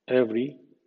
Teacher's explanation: El sonido V inglés no existe en español. V se pronuncia de la misma forma que F haciendo la sonora en inglés.